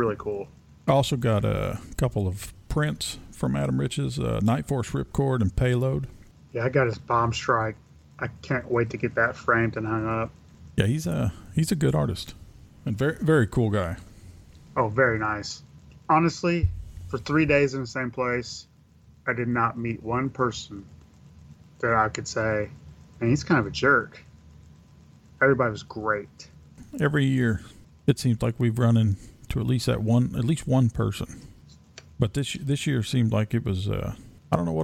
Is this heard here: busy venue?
no